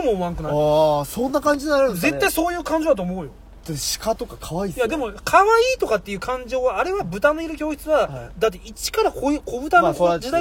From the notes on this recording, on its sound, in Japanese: 会社の忘年会終わり、一次会でさっと帰ったのち、いつもの営業車の中で酔っ払いトークです。